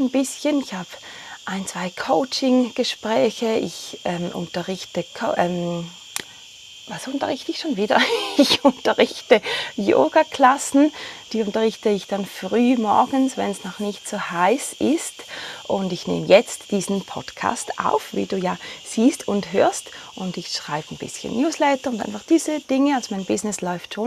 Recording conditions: sounds in the background